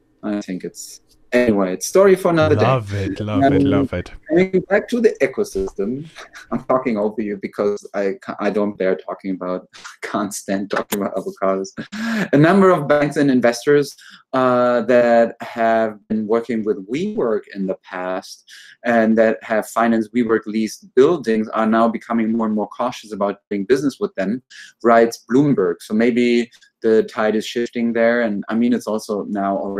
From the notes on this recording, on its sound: Startup News Germany – April 2019 (Audio Track Live Stream). A Frankfurt-to-New-York-Live-Hangout.